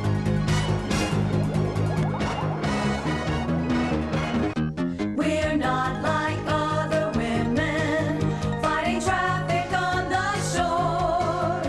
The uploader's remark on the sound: Marketing & PR Manager at Weeki Wachee Springs State Park, for allowing us to record in the park.